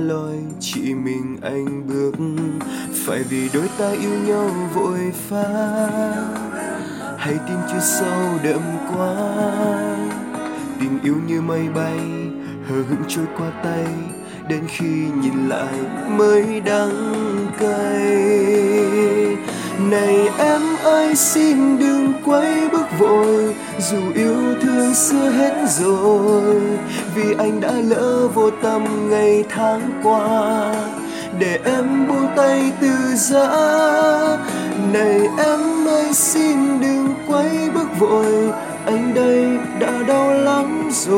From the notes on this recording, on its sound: Recorded by my mobile phone